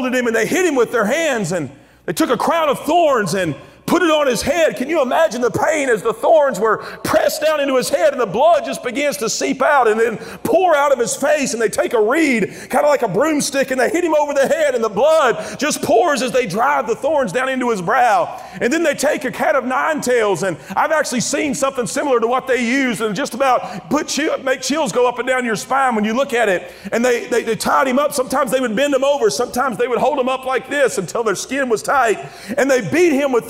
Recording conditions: live audience